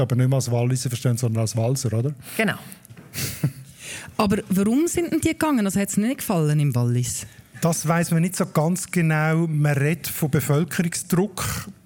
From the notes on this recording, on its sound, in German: Arosa Mundartfestival vor Publikum aufgenommen wurde.